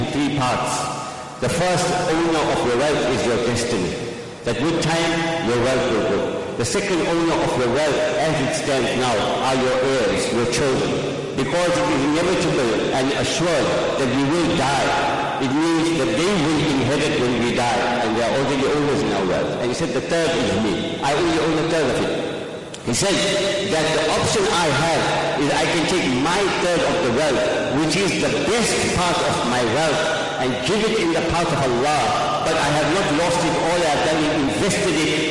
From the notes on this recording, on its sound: Jumuah lecture